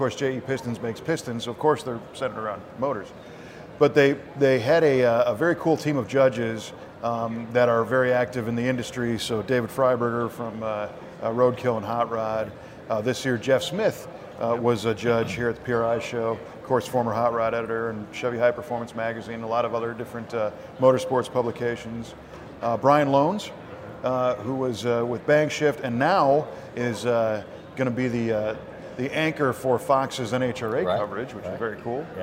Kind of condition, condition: setting, busy venue